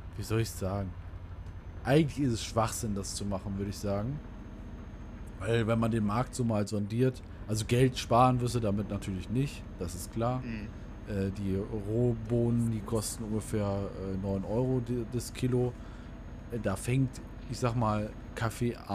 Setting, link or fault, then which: fault, background noise